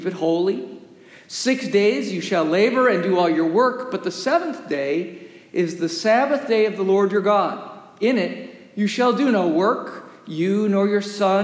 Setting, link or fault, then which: setting, large echoing room